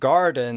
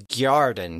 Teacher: instead of saying garden, they would say gyarden, put a little Y in there · Shown in: second take